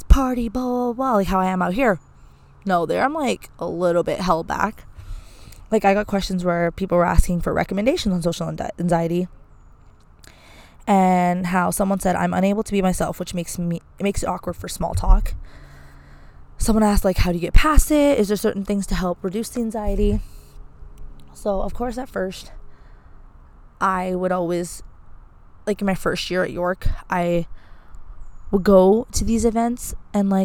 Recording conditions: wind noise